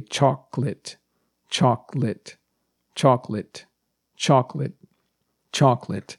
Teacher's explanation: although it may think it has three syllables, we pronounce it as if it only has two syllables